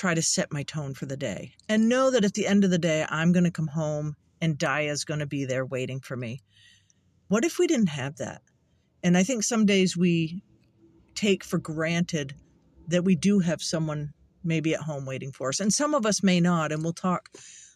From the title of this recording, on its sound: The cat and my podcast in the car.